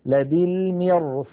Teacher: صاد مفتوحة، والصاد كما مر معنا من حروف خص ضغط ينقض، فالراء تتفخم تأثرا بجارتها الصاد المفخمة